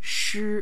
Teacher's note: a monotone of a more higher pitch